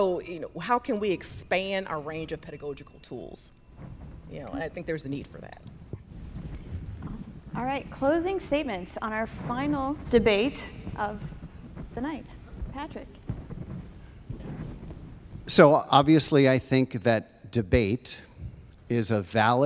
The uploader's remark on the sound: feedback from the live audience